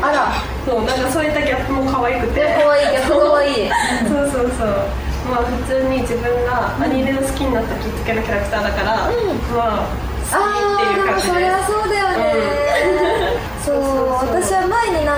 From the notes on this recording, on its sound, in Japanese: 公開収録第二部。